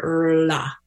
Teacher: It is a muscle that needs to be exercised because we've never are in the English language, that sound doesn't exist. It's a rolled R. I kind of describe it like an RL combination, like R-la.